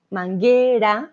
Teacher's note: Teníamos la combinación G-U-E, Ge, manguera, no pronunciamos la U.